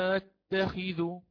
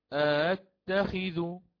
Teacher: فأقرأ أتخذ مع التشديد بالنبر على التاء هذه التي بعدها · Shown in: first take · فنقرأ أتخذ هكذا أو أتخذ بالتسهيل. · Term: الإبدال مع الإشباع